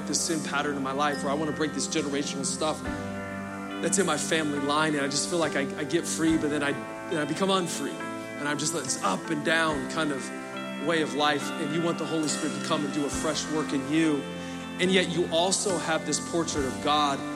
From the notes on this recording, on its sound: Recorded Live at Capital Church in Meridian, Idaho